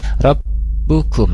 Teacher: di kumnya ada mim sukun bertemu qaf, di sana ada izhar safawi, jadi tidak ditahan di sana ya, jadi mengalir saja, dan di sana ada mim sukun, itu dia punya sifat tawasud, seperti itu ya.